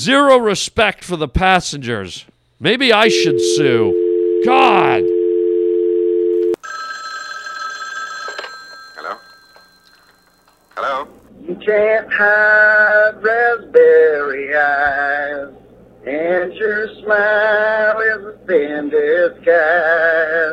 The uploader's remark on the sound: Phone calls from listeners. An angry PILOT calls the show.